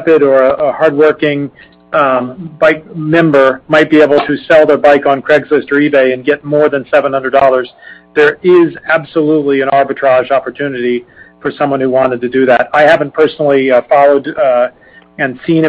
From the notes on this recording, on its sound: Q3 2020 Results Earnings Conference Call